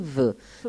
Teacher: FV sono le labiodentali fricative e nella posizione praticamente dall'esterno appaiono uguali. L'unica differenza è, come prima, mettete la mano nella gola, F di farfalla, V di vaso.